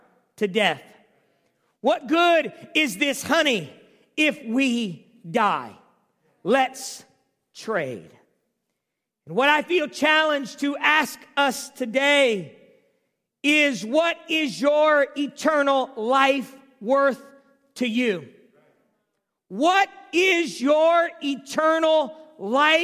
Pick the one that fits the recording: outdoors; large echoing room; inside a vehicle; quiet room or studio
large echoing room